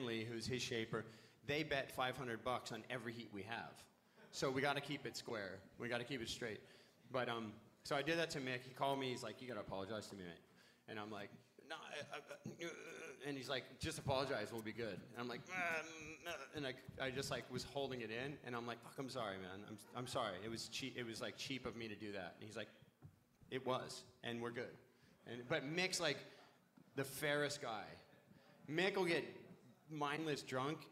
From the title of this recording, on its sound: Live at Beer Farm Margaret River